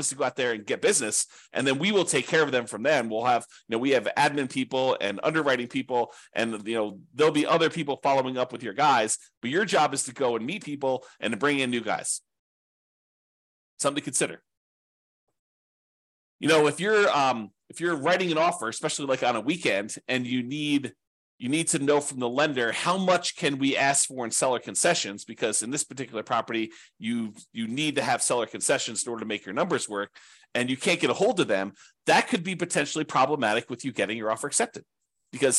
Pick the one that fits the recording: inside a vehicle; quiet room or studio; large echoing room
quiet room or studio